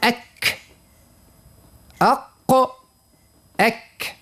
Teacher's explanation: أسفل مخرج القاف من اللسان قليلا أي أقرب إلى مقدم الفم من القاف · Term: الكاف